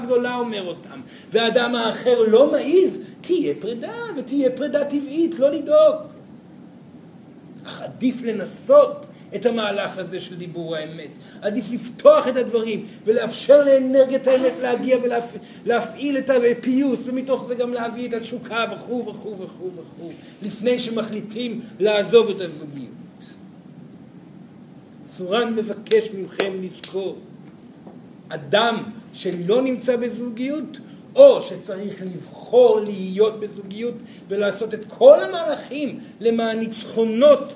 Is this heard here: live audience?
yes